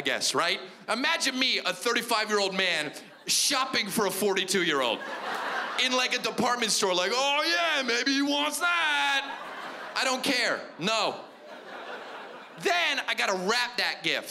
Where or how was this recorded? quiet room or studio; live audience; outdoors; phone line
live audience